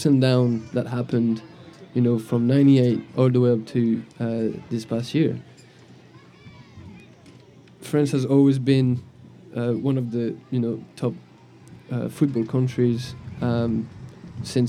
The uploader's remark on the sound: Live at the Eastern Shore Premier Cup